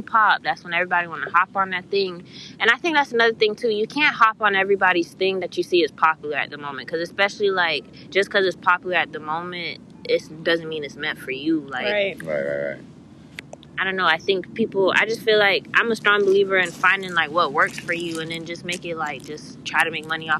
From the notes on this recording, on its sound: In this episode we took it outside and brought in some friends , had the wine going, some smoke going, bringing you relaxed vibes